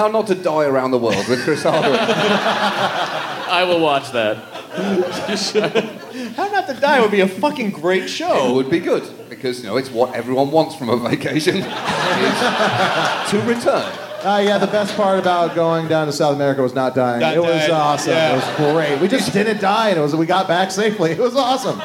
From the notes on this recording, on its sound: Recorded in front of a live audience at SxSW.